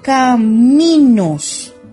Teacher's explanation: Cargamos la voz en mi, o sea, su sílaba tónica es mi